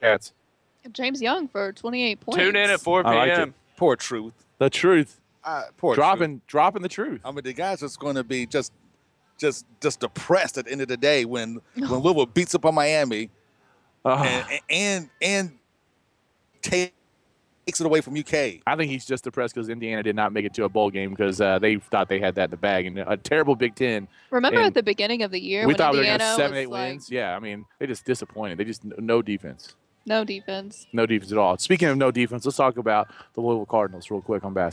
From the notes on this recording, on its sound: Live from Wildcat Warehouse in Fayette Mall for a special 3 hour UK/UofL pregame show!